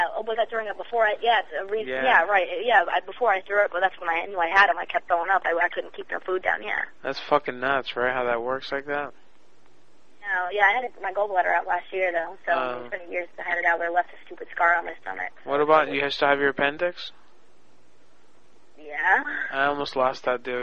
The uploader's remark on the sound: Personal Prank Phone Calls Collection